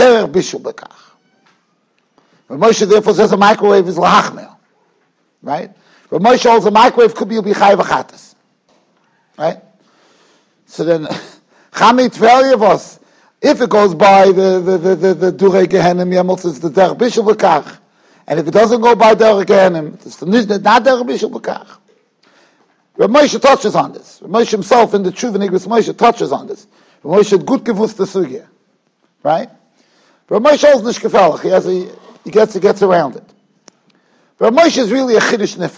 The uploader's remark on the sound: Shiur recorded in Yeshivas Ohr Reuven, Monsey, NY.